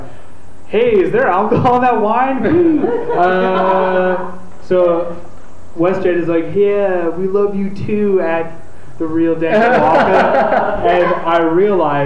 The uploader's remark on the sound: LIVE at Swan's Pub & Eatery. Their first ever live and sold out show! From the heart of downtown Victoria.